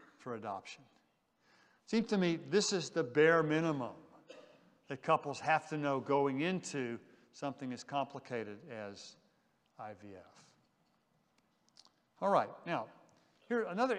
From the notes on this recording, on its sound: General Session VI from the 2023 Shepherds 360 Conference